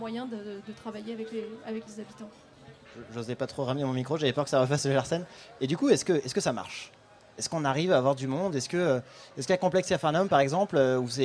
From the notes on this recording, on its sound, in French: Enregistrée en direct et en public sur la troisième édition du festival Maza'Grand Événement.